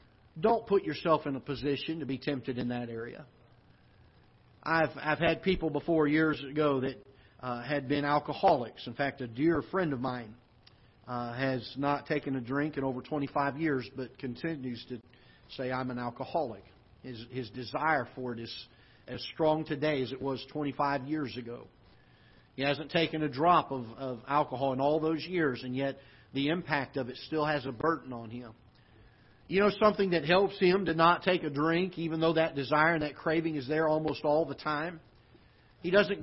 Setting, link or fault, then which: setting, large echoing room